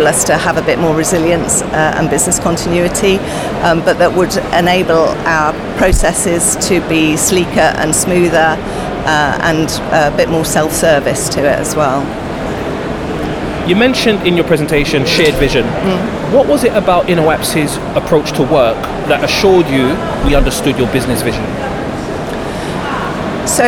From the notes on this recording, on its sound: This episode is a special live recording from Oracle OpenWorld which was held at the London Excel. We managed to grab a quick interview with her after her breakout session.